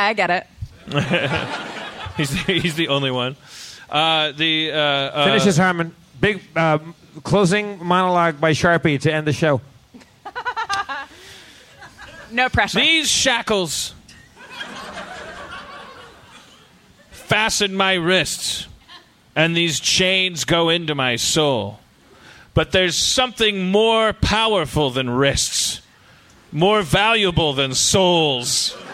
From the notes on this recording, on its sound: Live At Cobb's in San Francisco. Does the 13th annual San Francisco Sketchfest.